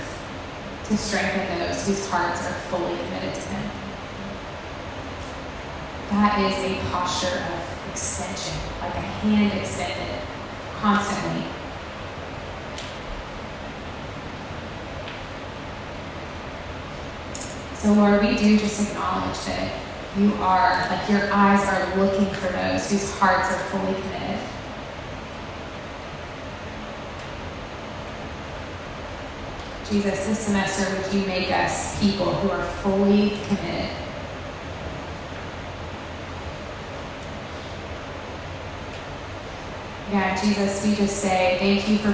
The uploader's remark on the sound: Women's All Gathering. We also want to apologize in advance for the audio quality of this recording!!